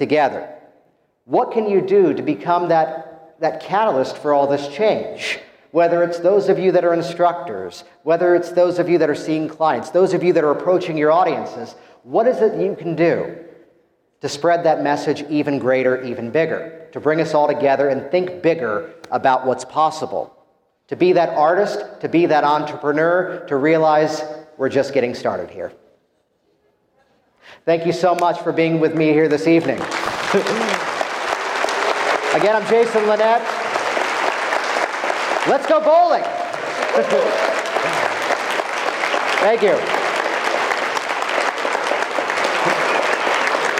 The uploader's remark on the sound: Live from Las Vegas, I’m proud to share with you my keynote address from HypnoThoughts LIVE! The HTLIVE event was an incredible experience.